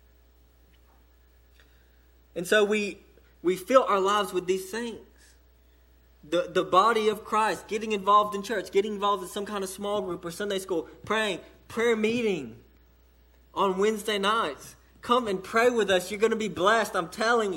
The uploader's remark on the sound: sermon delivered to Cottondale Baptist Church on 6/24/17 during the 11:00am service